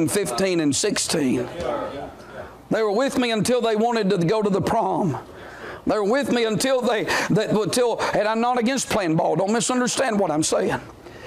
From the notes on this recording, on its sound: Monday night of Beacon's Summer Revival 2023